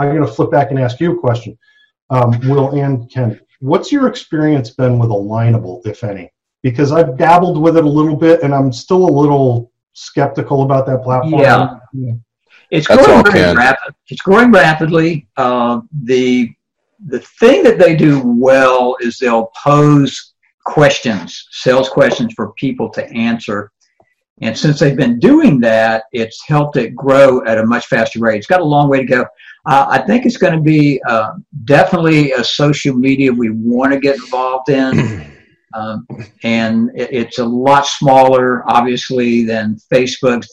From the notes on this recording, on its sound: ZOOM MEETING! Joined us for a Zoom simulcast.